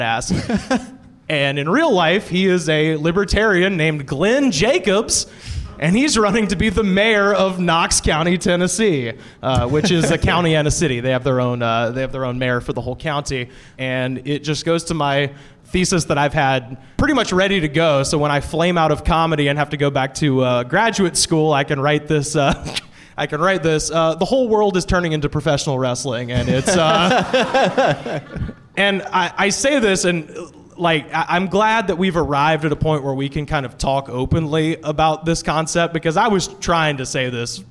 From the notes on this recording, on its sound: we're LIVE from UCB Sunset in Los Angeles